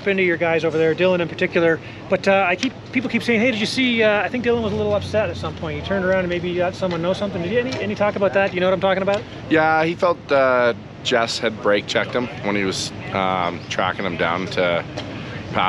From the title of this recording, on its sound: Walk And Talk - 2023 Calgary Motocross National